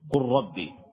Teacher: وقد يكون الحرفان متجانسين كما في قولك قل ربي، فإنك تدغم اللام في الراء بحيث يصير راء مشددة